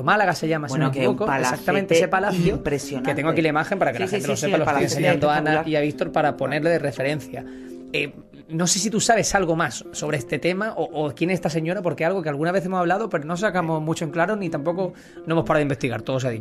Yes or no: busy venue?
no